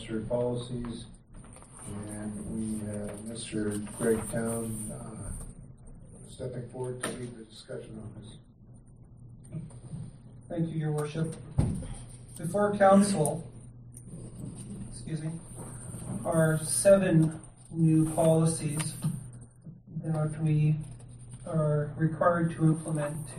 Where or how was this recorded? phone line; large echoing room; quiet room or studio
large echoing room